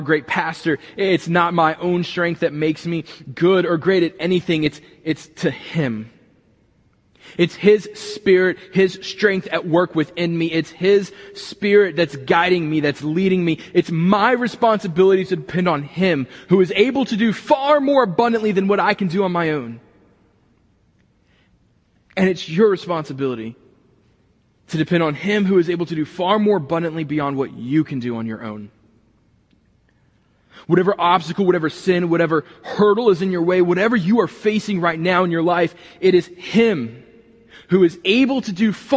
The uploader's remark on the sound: this week was recorded from the building